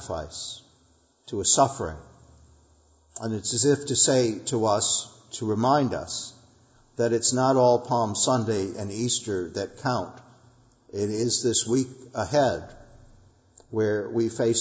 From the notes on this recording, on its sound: Sunday Worship. Our worship service at the Old First Church in Bennington, Vermont.